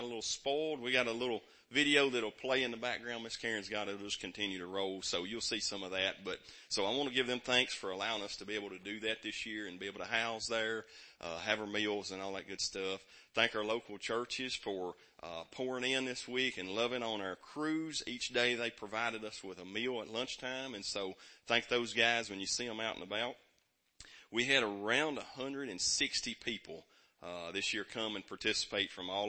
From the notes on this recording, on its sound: Kentucky Changers Team shares during the morning worship service.